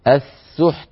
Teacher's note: أيضا في الآية نفسها وأكلهم السحت، وقفنا عليها، لما وقفنا على كلمة السحت والحاء ساكنة والتاء سكنت بسبب الوقف فاجتمع عند النطق ساكنان متتاليان، وهذا أمر تجيزه العرب عند الوقف، السحت فنأتي بالحاء ساكنة ثم نتبعها بتاء ساكنة، نأتي أولا بصفة الشدة فيها وهي انحباس الصوت ونتبع ذلك بالهمس، فيصير النطق بمجموعه هكذا السحت، فالحاء تأخذ حظها من السكون ولا تتأثر، والتاء تأخذ حظها من السكون بشدتها وهمسها، فلا يؤثر حرف على الآخر.